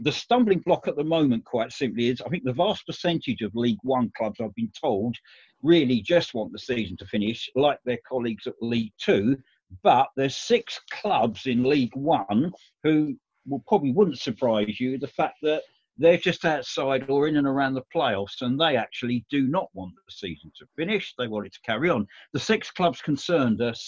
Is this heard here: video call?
yes